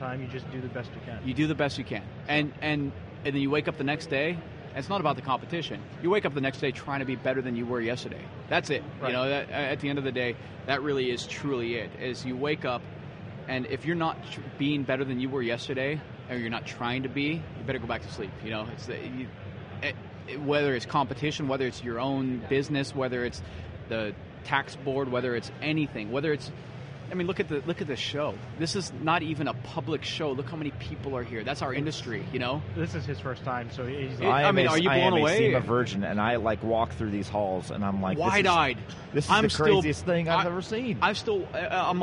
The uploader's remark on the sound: BBI Autosport live from SEMA 2015.